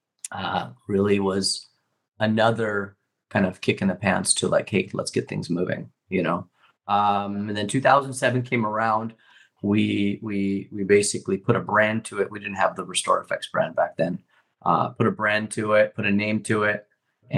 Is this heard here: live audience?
no